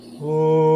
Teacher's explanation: A plus U becomes O. They merge together and they create a sound. In Sanskrit grammar, it becomes O, and the last sound remains the same.